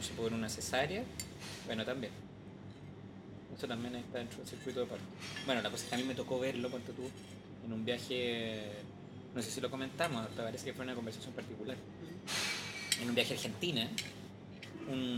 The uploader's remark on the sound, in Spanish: Fue grabado en la cafetería de la Clínica Santa María.